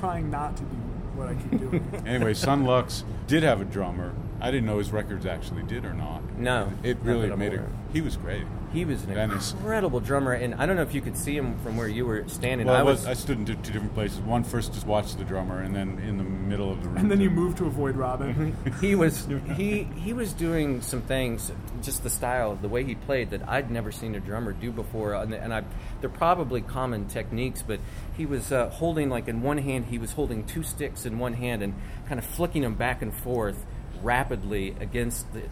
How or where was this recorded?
outdoors